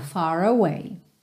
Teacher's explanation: Aqui, far away, a gente junta no R enrolado